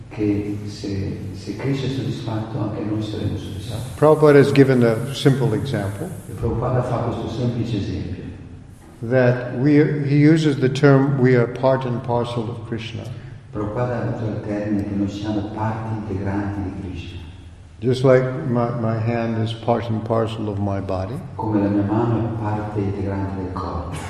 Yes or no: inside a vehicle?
no